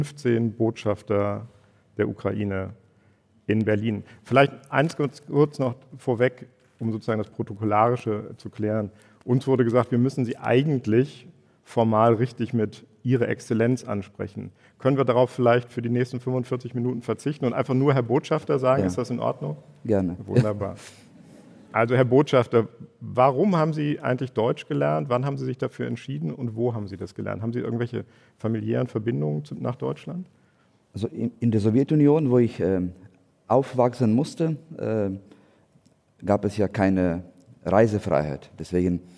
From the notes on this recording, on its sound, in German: das beim Podcastfestival von ZEIT ONLINE live aufgezeichnet wurde